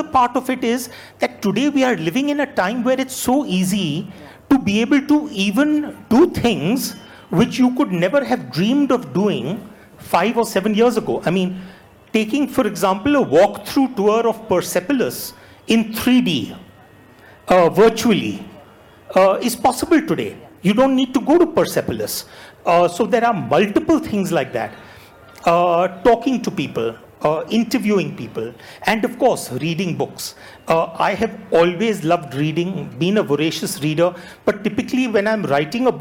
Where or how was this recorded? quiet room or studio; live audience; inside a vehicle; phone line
live audience